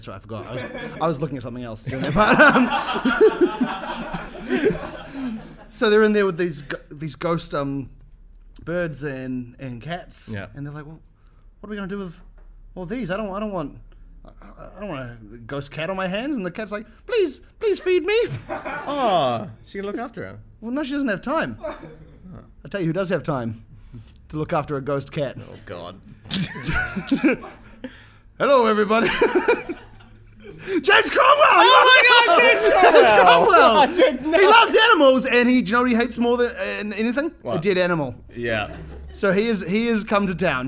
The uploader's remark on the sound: Our first live episode!